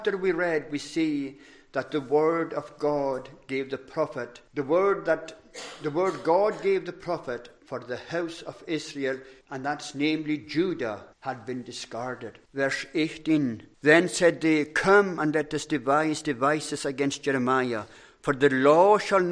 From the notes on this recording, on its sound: Recorded at North Harris Free Church on the evening of Sunday, 15th January 2023.